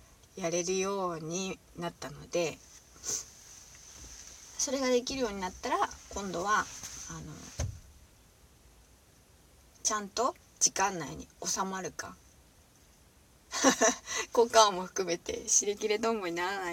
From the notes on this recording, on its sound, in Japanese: 車の中スタジオからお送りしている